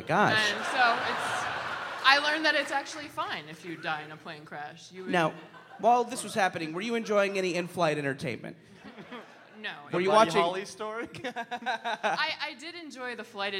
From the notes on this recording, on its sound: live on stage at Thalia Hall in Chicago as part of the first ever Very Very Fun Day